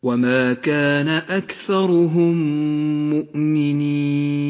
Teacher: تدغم الميم الساكنة بالميم المتحركة، ينتج منهما ميم مشددة، لونت بالأخضر لأنها تغن بمقدار حركتين. · Term: الإدغام الشفوي المتماثل